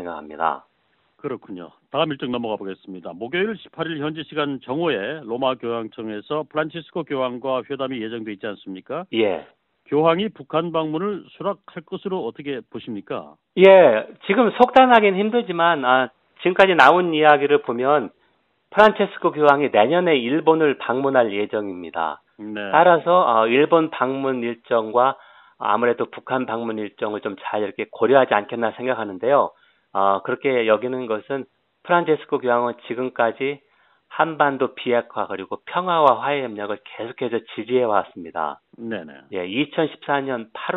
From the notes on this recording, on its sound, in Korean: 대구 MBC 여론현장 전화연결.